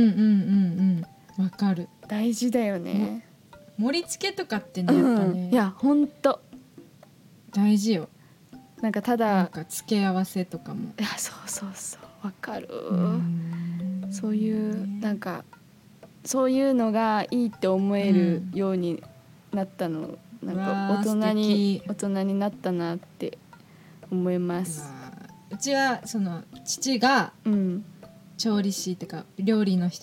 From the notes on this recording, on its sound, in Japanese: 今回音声に少しノイズが入っています、申し訳ありません！Stand.fm。